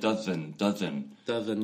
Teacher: the z is a voiced S. That's all. It's the same S, but it's voiced.